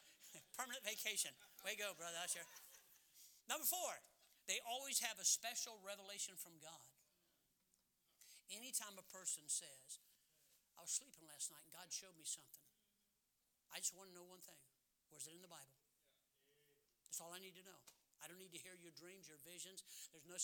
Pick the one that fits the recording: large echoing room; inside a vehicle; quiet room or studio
large echoing room